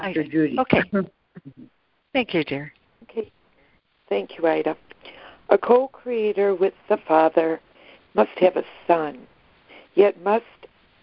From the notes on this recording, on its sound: ACIM Daily Conference Call